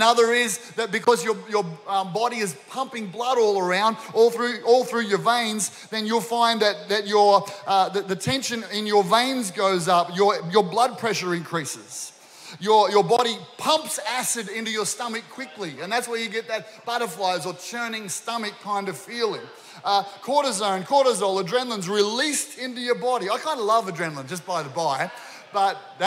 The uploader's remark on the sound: This was recorded during our 9am service